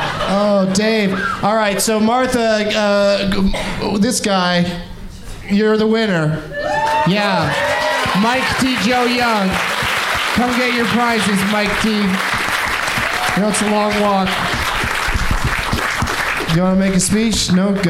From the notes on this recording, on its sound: Live from the Cap City Comedy Club in Austin, TX